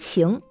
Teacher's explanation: 二声是中间上扬，所以数字标记就是三五